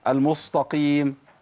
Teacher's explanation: في ناس كمان بتفخم السين وتديلها بصاد